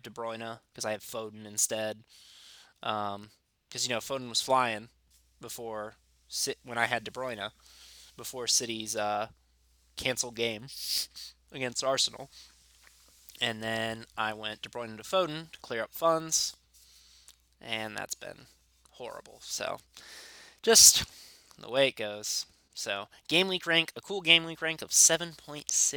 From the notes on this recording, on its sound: Apologies for any audio problems on today's podcast as there was a microphone issue during recording.